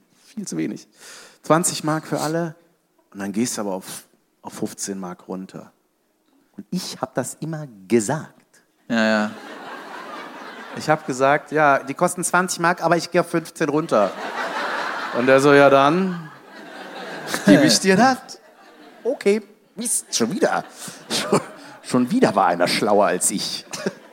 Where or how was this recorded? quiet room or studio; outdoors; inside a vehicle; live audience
live audience